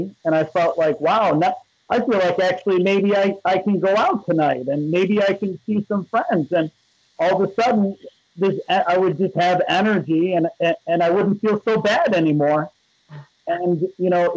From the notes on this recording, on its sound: skype calls on this channel